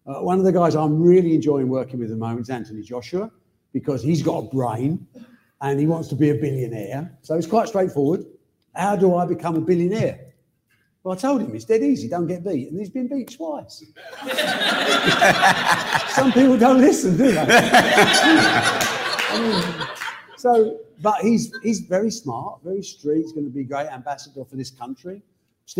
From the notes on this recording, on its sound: this live Q&A episode